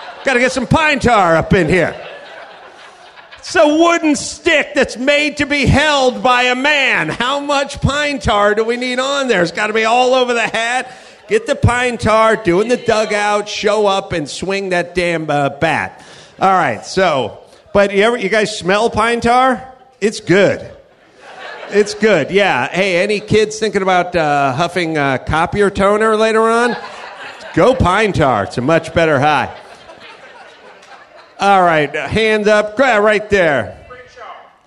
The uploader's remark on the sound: Live from the Houston Improv.